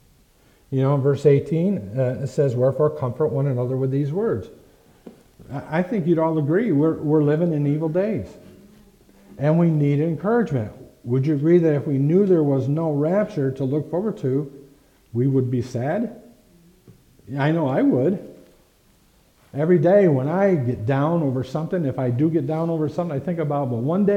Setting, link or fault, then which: setting, large echoing room